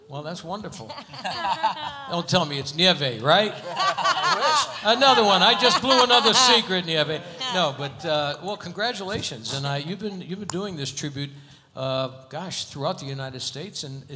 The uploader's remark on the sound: Live at the SouthPoint Casino